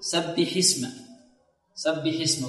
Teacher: بعض الذين يقرؤون يقول سبح اسم، سبح اسم ربك، سبح اسم، وهذا خطأ. لا، لابد في حالة الوصل أن نسقط همزة الوصل ونقول سبح اسم، سبح اسم، وفي الابتداء نثبتها، في الابتداء نثبتها.